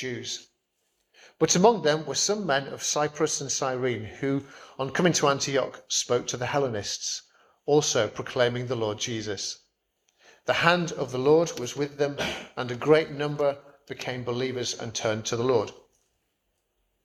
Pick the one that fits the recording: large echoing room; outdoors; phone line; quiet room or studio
large echoing room